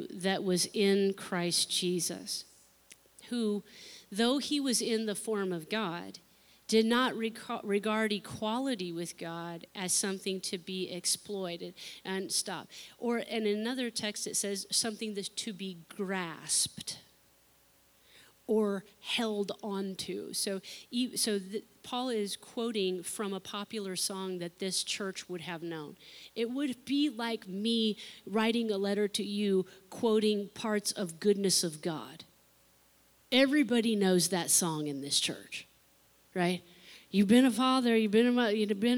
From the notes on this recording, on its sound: unedited recording of the service